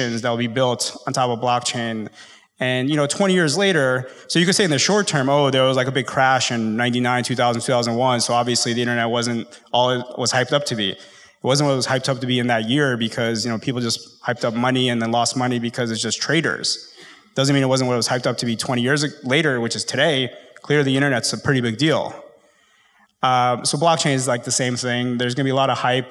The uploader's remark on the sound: IVY hosted a live conversation